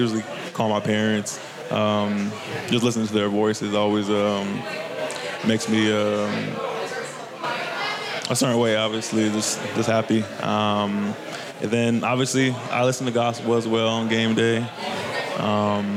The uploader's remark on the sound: Live from HeadFlyer Brewery!